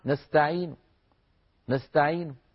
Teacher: نستعين يعني ضمة منخفضة الصوت